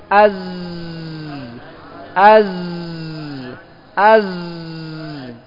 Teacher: Az, tidak boleh dialirkan apa nafasnya sehingga menjadi sin. Az, az, az, az. · Term: jahar